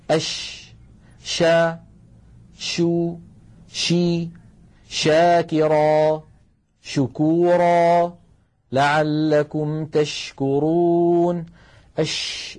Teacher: تجدون بأن صوت حرف الشين ينتشر الصوت في الفم · Term: التفشي